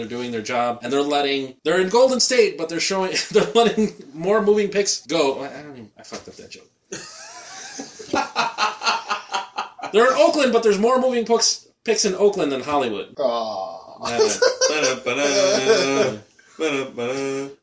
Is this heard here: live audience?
no